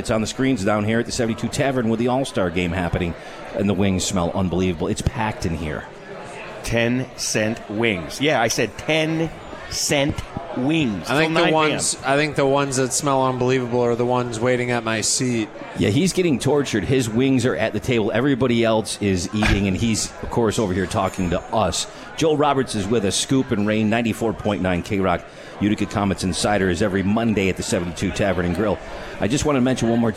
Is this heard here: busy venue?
yes